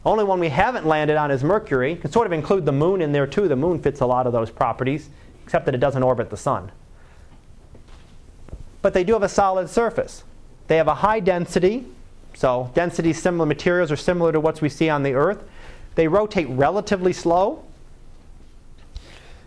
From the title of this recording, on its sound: Live Class Lecture 2012 Sep 17